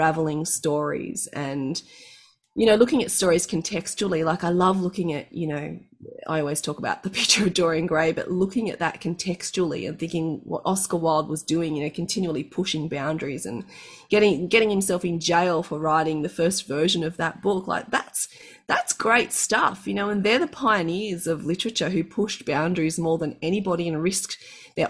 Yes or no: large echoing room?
no